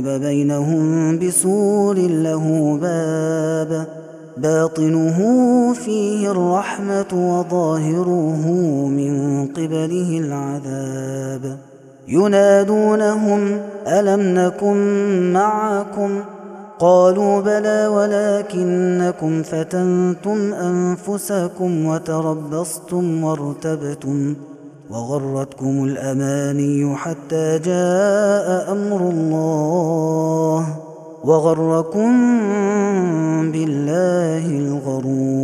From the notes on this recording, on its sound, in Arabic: هذا التسجيل من صلاة التراويح